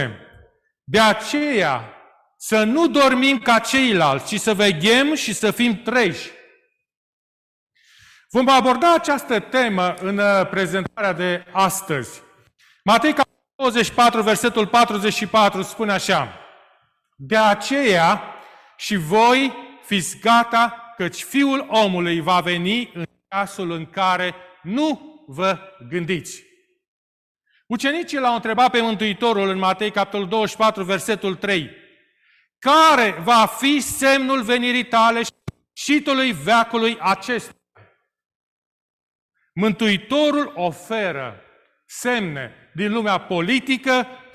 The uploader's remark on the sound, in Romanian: Live de la Biserica Romana Heralds Adventista din Toronto, Ontario, Canada